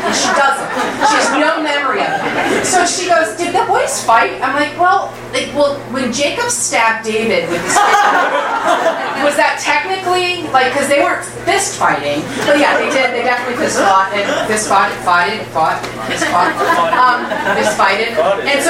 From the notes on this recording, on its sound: Arlington Theology on Tap. Arlington TOT is held on the 2nd Monday of each month at O'Sullivan's Irish Pub located at 3207 Washington Blvd., in Arlington, VA, across from St.